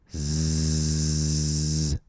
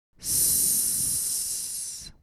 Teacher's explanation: Z. Notice how you can feel vibrations on the sound Z, as in the word zoo, but not when you say S. This is because S is a voiceless sound, a voiceless consonant, and Z is a voiced consonant.